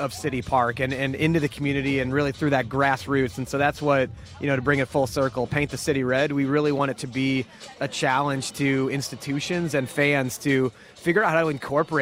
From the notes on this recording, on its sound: Louis CITY SC playoff rally at Lou Fusz Plaza outside CITYPARK.